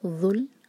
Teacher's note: ہماری جو زبان ہے وہ اوپر والے دانت پر لگ کے زبان کی ٹپ تھوڑی سی باہر ہوگی اور پھر اندر سے اس کو ہیوی کریں گے، منہ بھر کر پڑھیں گے.